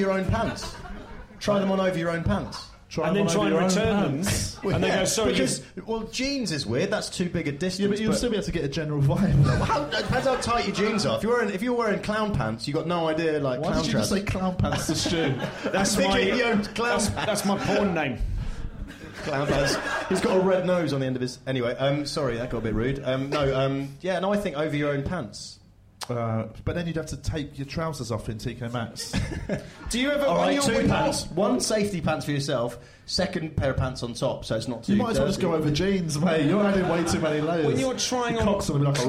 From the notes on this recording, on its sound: Live from the Phoenix in Oxford Circus